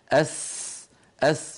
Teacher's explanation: السين قوية فيها صفير